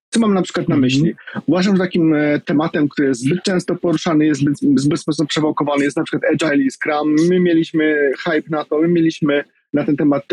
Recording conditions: video call